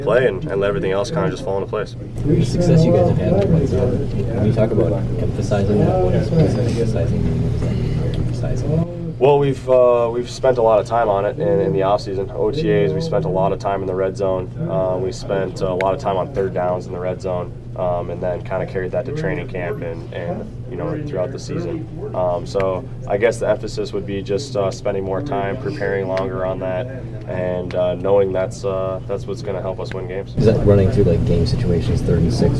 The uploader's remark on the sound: Speak From Winter Park. The audio from yesterday's victorious locker room at Winter Park.